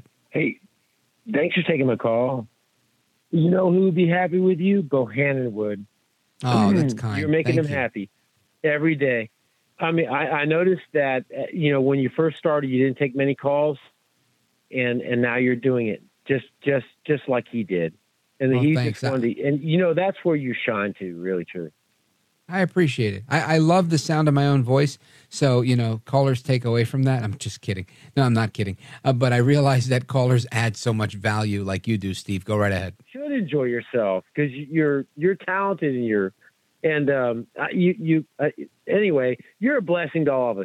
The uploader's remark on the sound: we take your calls in open phones across America